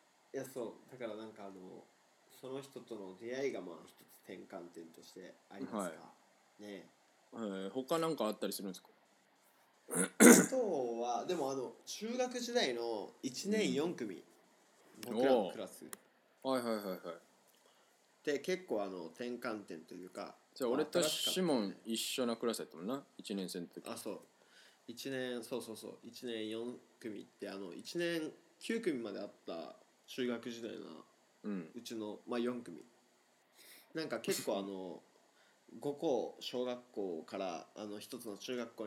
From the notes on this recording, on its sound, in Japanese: リモート収録のため音声のズレ、音量が小さいなど聞きずらいところございます。